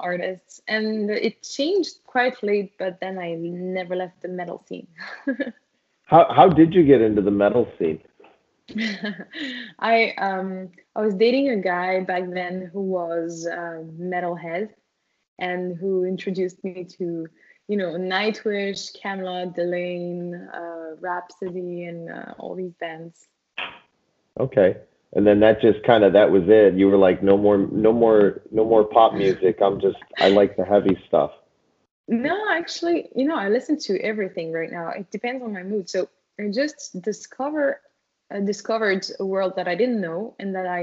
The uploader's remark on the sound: We had some download issues with Skype. I was hoping we would be able to salvage the entire conversation.